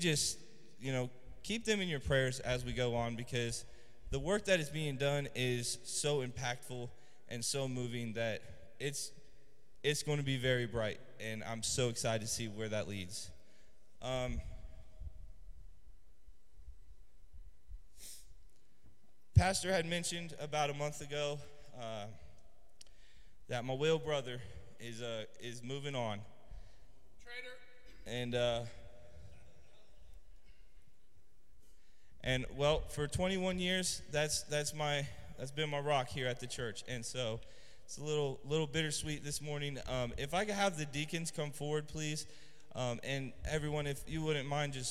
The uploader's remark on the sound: Trinity Church Live